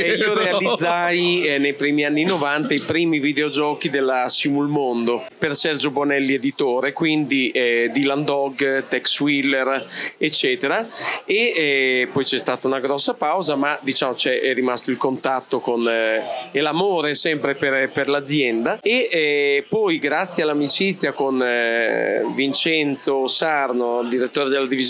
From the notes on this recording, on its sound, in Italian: A Lucca Comics 2023 ci siamo fatti raccontare